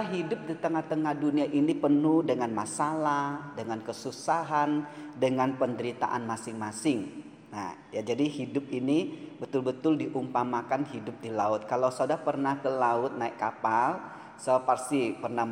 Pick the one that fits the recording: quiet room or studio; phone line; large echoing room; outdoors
large echoing room